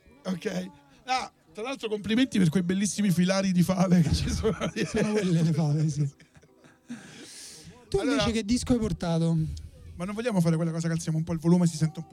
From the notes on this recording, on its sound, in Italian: La registrazione della puntata live realizzata a Bologna.